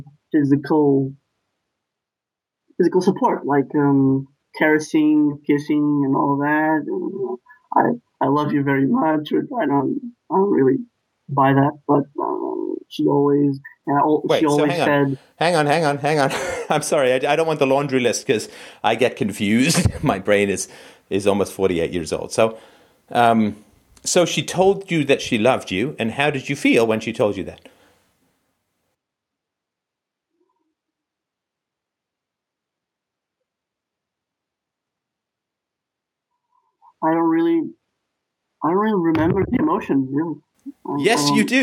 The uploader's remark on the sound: Saturday Call In Show